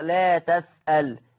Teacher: أما ورش فيقرأ لا تسأل، بيفتح التاء